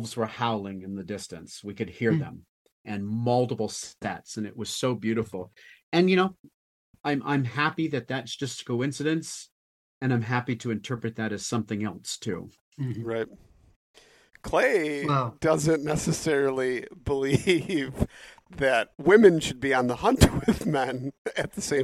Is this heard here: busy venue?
no